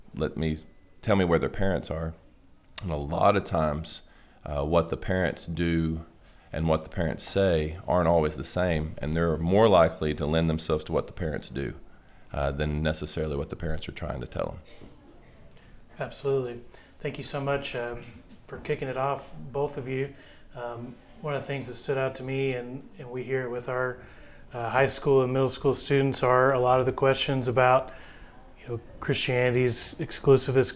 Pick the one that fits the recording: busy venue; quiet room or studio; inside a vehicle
busy venue